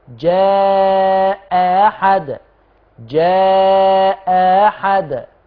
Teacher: جاء أحقق الأولى وأسهل الثانية · إذا اتفقت الهمزتان في الحركة فلورش في الثانية التسهيل